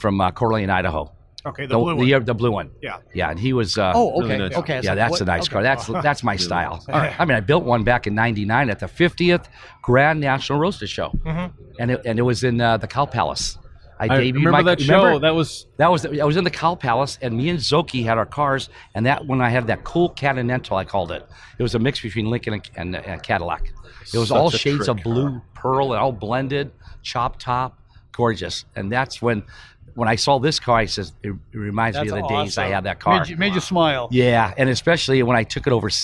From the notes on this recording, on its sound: Recorded in The Round Six Experience at the 70th Grand National Roadster Show